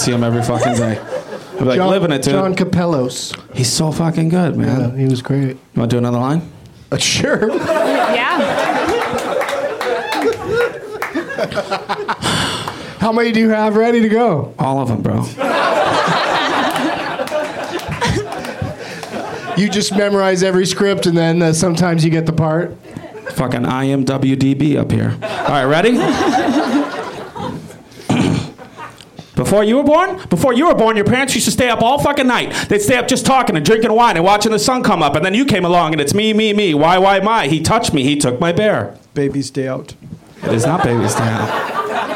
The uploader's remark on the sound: Live at the UCB Franklin